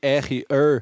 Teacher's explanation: Esse R retroflexo que dizem que tem que ver com essa origem é, dos índios também